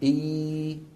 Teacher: من أين تخرج الياء؟ من وسط اللسان. قال إمامنا الجزري والوسط فجيم الشين يا إي، فيكون بارتفاع وسط اللسان إي.